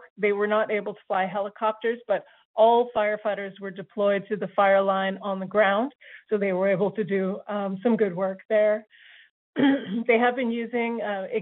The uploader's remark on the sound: Wildfire Evacuation Information Telephone Town Hall. Albertans evacuated due to the wildfires were invited to join a nightly telephone town hall for situation updates and answers to questions.